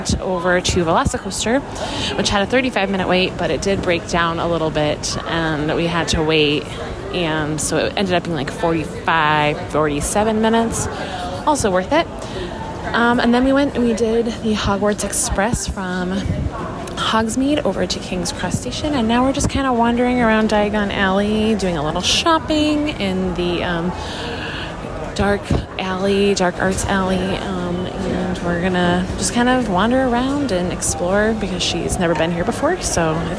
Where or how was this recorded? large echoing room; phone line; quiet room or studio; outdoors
outdoors